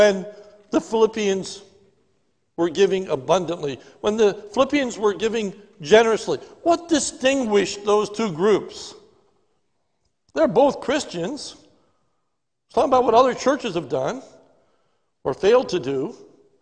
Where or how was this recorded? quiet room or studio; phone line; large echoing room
large echoing room